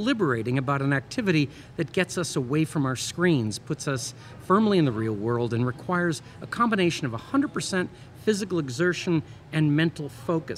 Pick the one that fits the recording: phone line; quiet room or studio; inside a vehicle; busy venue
busy venue